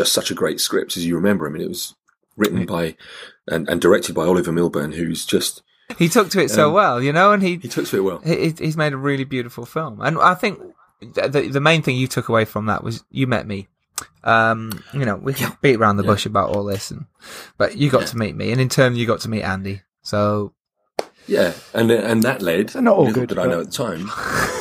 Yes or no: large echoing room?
no